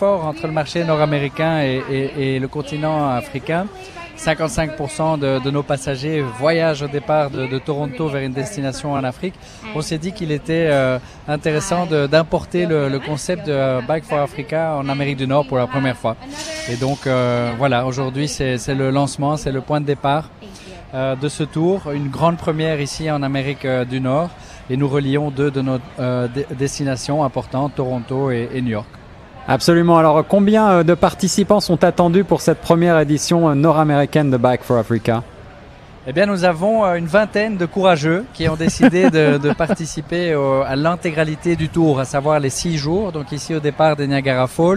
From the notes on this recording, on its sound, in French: En direct de Niagara Falls: Bike for Africa avec Brussels Airlines, le 07 Octobre 2017